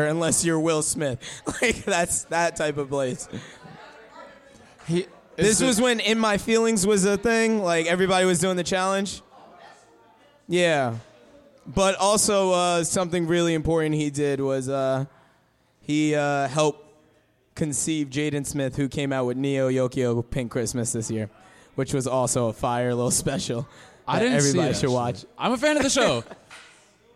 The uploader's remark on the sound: Live at The Brewers Collective in Bay Shore, Long Island.